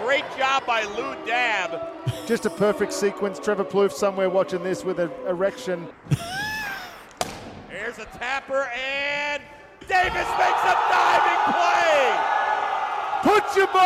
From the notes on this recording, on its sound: Live from Tower Chrysler